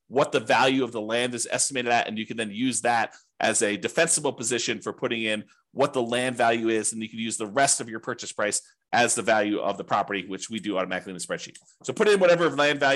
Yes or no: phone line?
no